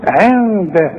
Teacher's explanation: الدال من حروف الاخفاء، حخفي وغن